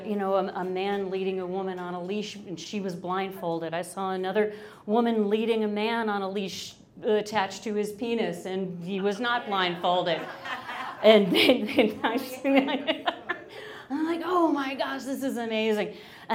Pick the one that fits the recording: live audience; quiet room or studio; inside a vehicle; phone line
live audience